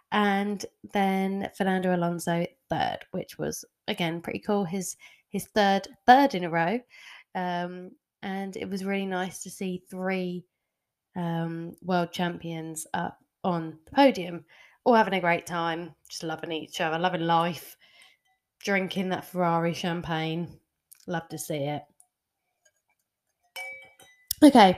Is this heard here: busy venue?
no